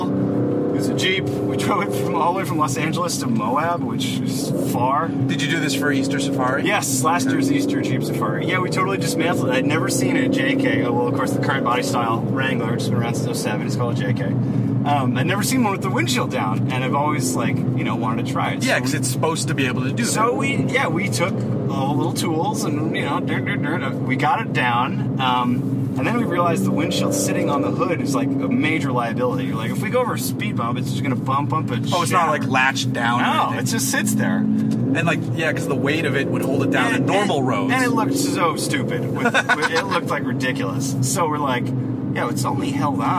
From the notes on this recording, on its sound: Mobile Podcast. In an Aston Martin DB11. This takes place while we're driving the DB11 through the curvy roads of Anza Borrego. You'll hear the car.